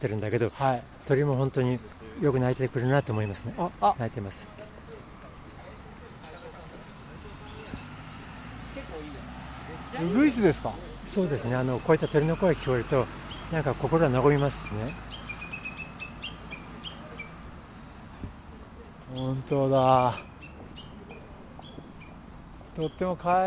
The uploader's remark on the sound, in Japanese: くにたち大学通り、一橋大学の横からスタート